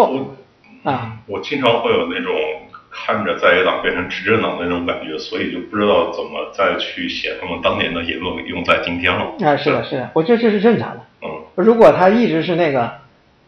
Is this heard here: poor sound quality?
yes